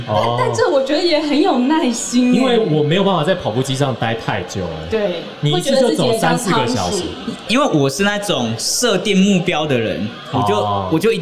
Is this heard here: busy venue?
yes